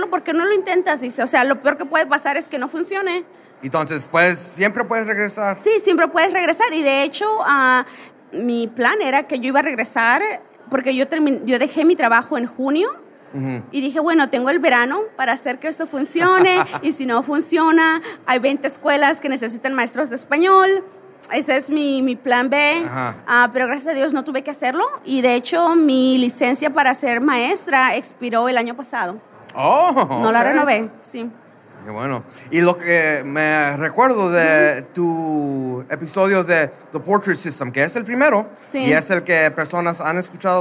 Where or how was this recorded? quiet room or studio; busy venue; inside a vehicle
busy venue